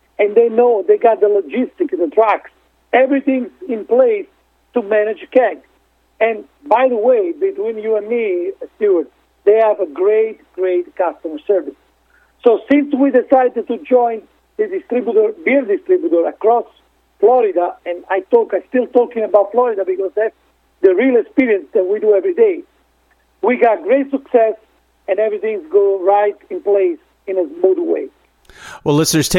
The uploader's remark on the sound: called in to SmallCapVoice